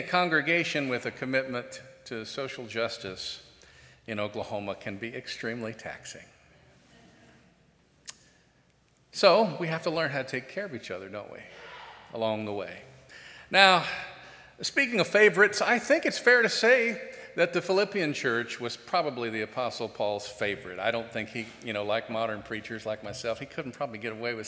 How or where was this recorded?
large echoing room